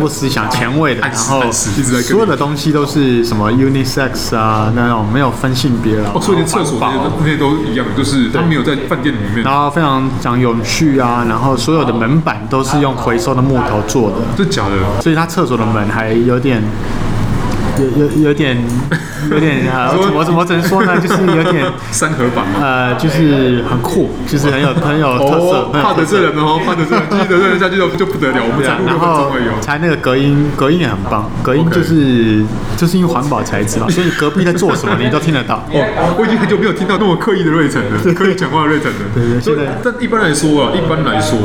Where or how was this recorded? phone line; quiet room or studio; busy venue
busy venue